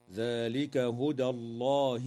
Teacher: ترقق الدال في كلمة هدى وتفخم اللام بعدها في اسم الله تعالى